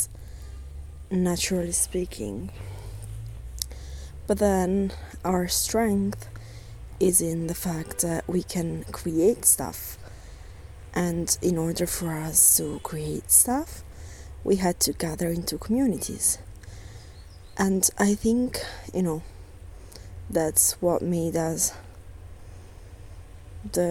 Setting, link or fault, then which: fault, background noise